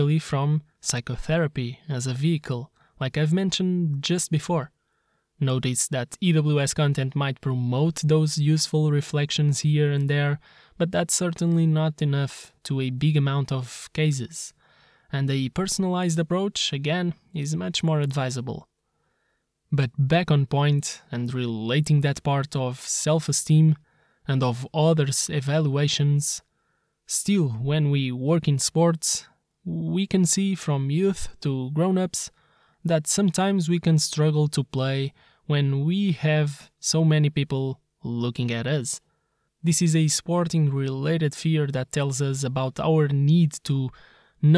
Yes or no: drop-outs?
no